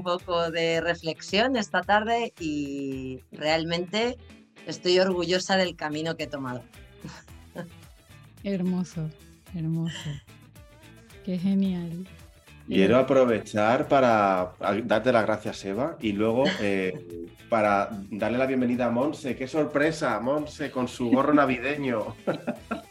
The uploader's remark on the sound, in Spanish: Episodio grabado en nuestra primera reunión online.